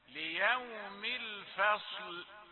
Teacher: ليوم الفصل، خد بالك الفاء رقيقة، الفاء ثم تأتي الصاد مفخمة، الصاد الفصل، ثم تأتي اللام رقيقة غير متأثرة بالصاد قبلها، لا يقول الفصل، لا، ليوم الفصل، ترجع إلى الترقيق مرة أخرى.